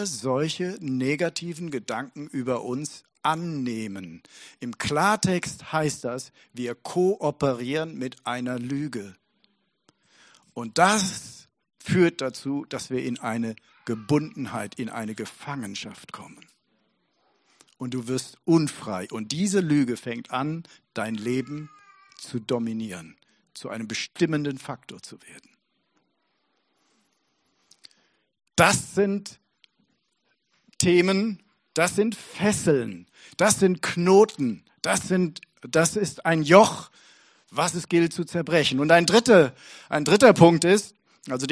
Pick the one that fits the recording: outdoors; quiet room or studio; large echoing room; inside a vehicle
large echoing room